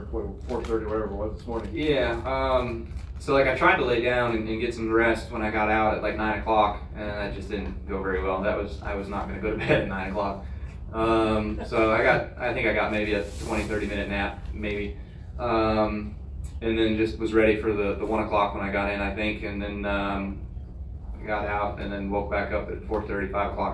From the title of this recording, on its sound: Live from Daytona